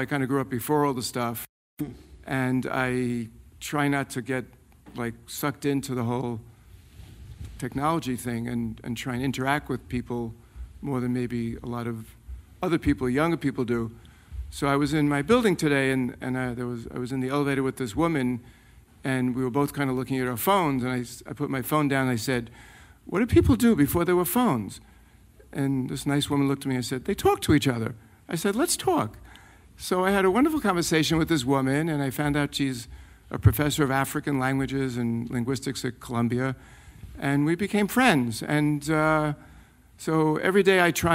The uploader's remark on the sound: The talk was recorded on Mar 30, 2016 in front of a live audience at New York’s 92nd Street Y.